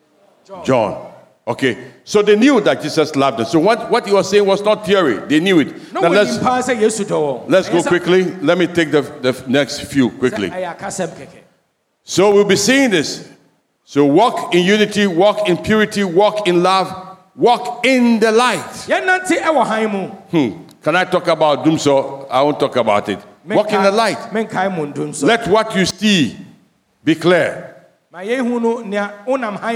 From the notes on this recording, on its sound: Sermon preached at CBC Shiashie Campus